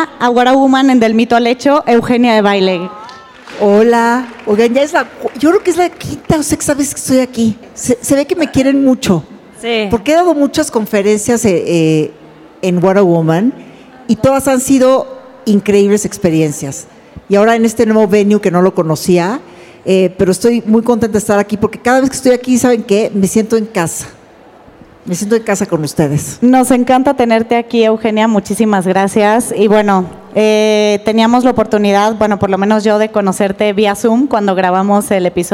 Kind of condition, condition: setting, live audience